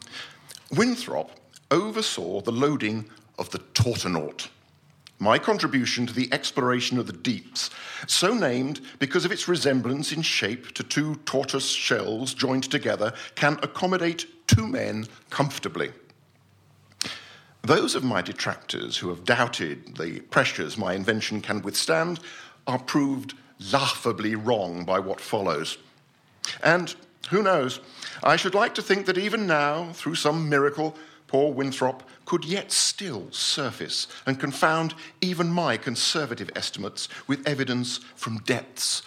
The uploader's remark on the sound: This is the fourth episode of podcasts recorded at our Stand Up Tragedy night that took place at The Dogstar on March 28th.